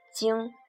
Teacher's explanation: Jing is first tone, but remember this is back nasals